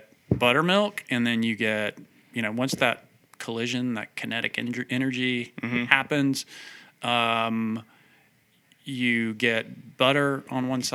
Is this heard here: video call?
no